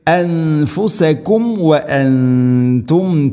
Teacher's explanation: വഅൻതും ശേഷം സുക്കൂനുള്ള മീമിന് ശേഷം വ വന്നു, അൻഫുസകും വ. സാക്കിന മീമിനെ പൂർണ്ണമാക്കിയിട്ട് വേണം വ ഉച്ചരിക്കാൻ